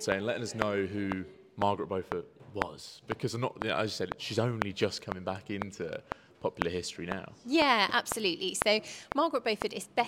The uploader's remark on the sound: Today we are Gloucester History Festival